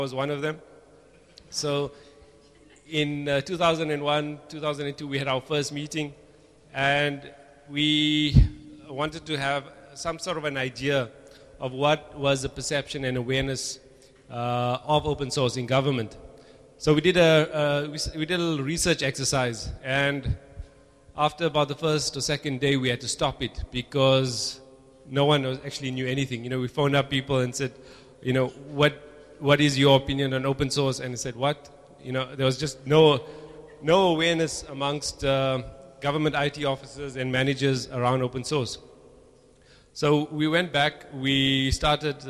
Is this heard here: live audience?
yes